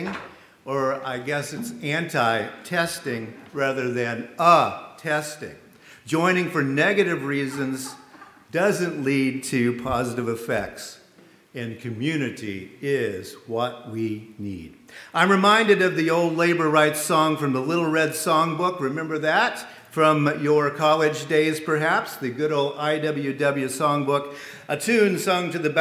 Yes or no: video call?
no